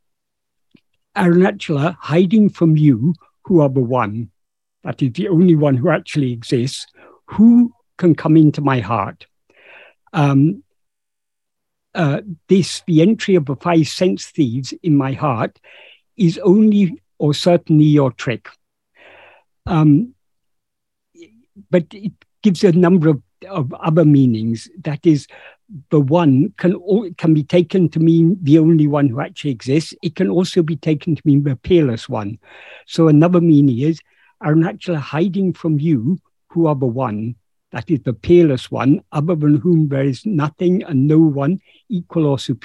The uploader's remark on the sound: In a Zoom meeting of the ‘Ramana Maharshi Foundation UK’ on 10th September 2022.